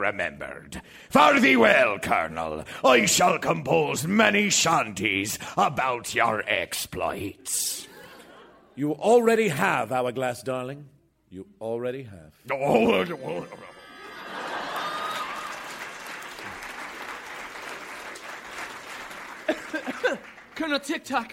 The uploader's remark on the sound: Recorded Live 1/10/2014 at Largo, Los Angeles.